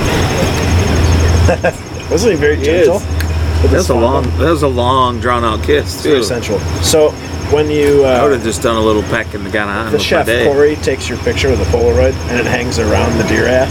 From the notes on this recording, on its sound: The carnies' generators make for annoying background noise but our county fair vibes can't be beat!